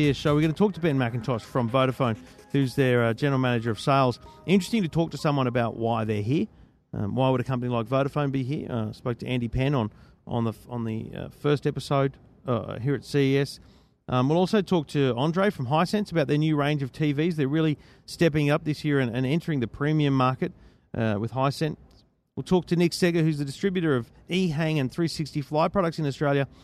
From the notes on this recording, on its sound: Live from CES 2017 in the EFTM Studio